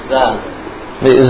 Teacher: Bunyinya muncul di ujung lidah. Menempel pada ujung gigi seri atas.